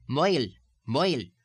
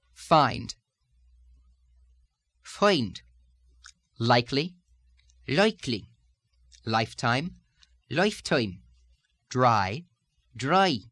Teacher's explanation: the diphthong I, which in most all forms of Irish speech rounds curiously into the sound oi